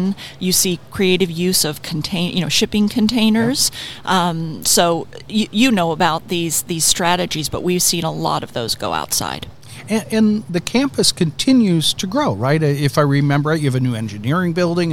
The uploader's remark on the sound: The interview was conducted during Day 2 of the Association of University Research Parks 2022 International Conference held in Toronto Sept 19 - 22.